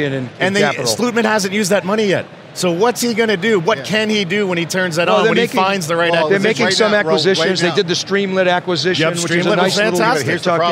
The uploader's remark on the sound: Live from our coverage of AWS Summit New York 2022.